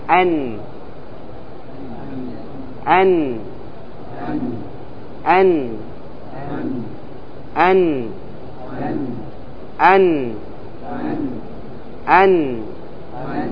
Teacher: أخذنا مخرج اللام، والمخرج السادس الذي في اللسان من طرف اللسان مع ما يليه من اللثة، لثة الثنيتين العليين وفوق اللثة، هي اللحمة التي تمسك الأسنان تسمى اللثة، تحت مخرج اللام قليلا وتخرج منه النون